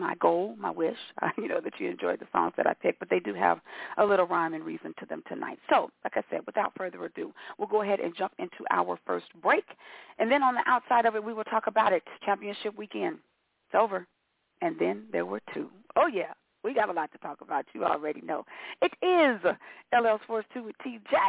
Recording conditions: phone line